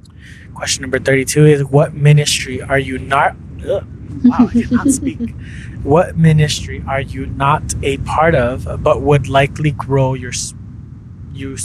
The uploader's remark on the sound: Some of the episode was recording under heavy wind.